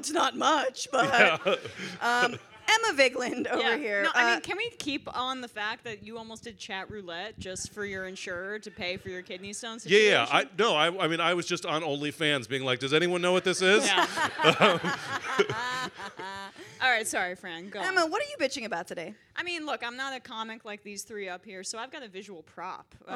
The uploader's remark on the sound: Too much fun in this LIVE episode of the pod in San Francisco.